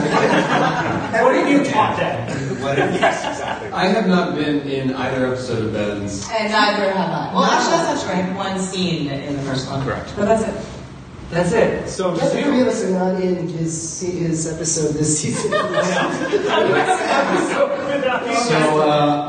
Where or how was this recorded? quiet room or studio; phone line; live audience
live audience